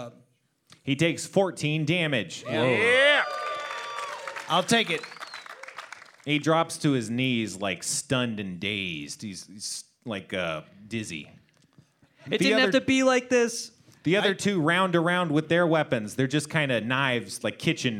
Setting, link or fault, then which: setting, busy venue